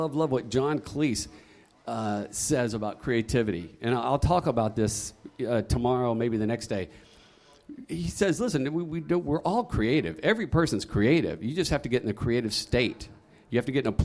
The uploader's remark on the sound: Live from Content Marketing World Sydney. Live from Content Marketing World in Sydney, Australia.